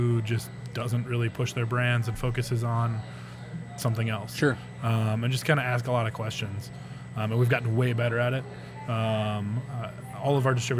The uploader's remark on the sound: On location at Round Town Brewery.